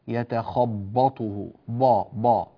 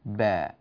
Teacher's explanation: الباء هنا كذلك مرققة، ولا يتناسب للقارئ الماهر المجيد أن يفخمها · Shown in: second take · فيقول يتخبطه با، بل يقول با، الباء ملازمة للترقيق في جميع الأحوال.